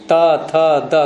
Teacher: दंत का तात्पर्य नीचे वाले दांत नहीं, ऊपर के दांत और जो मसूड़े होते हैं उनका जोड़, बीच का स्थान